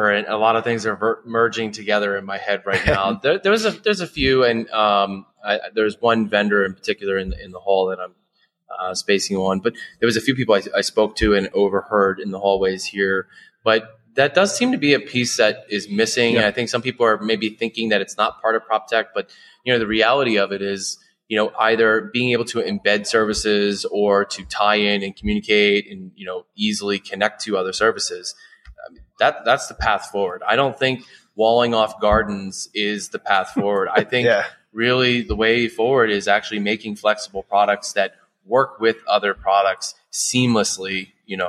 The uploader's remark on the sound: Coming to your feed live from the Blueprint proptech and real estate conference in sunny Las Vegas, Nevada. Coming to your feed live from the Blueprint proptech and real estate conference in sunny Las Vegas, Nevada. He had the opportunity to sit down in person.